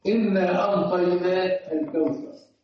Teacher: الفحفحه. ظاهره الاستنطاق انه ينطق العين نون